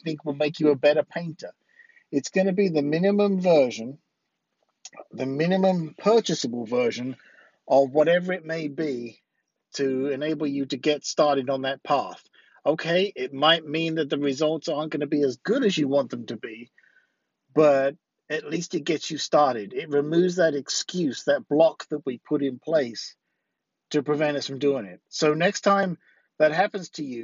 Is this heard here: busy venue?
no